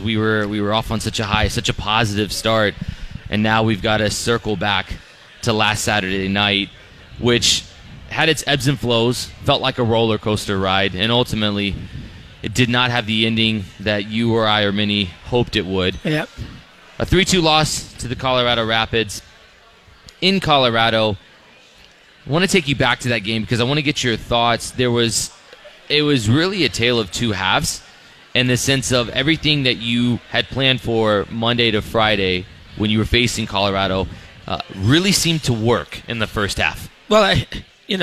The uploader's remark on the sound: Live from The Local in Minneapolis!